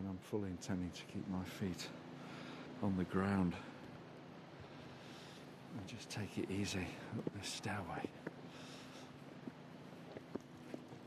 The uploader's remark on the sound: We’re perched on this vertiginous rock, out somewhere in the Atlantic in almost total darkness, with some of the strangest sounds you’ll ever hear in Western Europe all around us… Skelligs Calling is a beautiful sonic portrait of Skellig Michael.